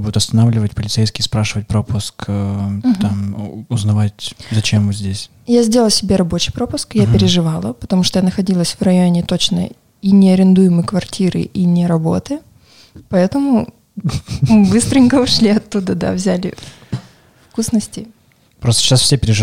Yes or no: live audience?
no